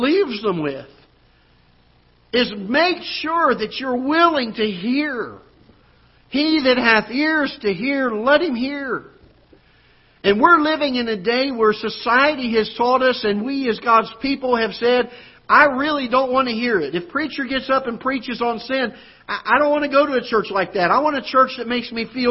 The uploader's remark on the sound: Ketha Heights Baptist Church ~ Live Broadcast.